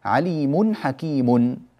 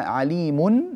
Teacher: نون التنوين تلفظ في الوصل فقط، أما إذا وقفنا خلاص زالت هذه النون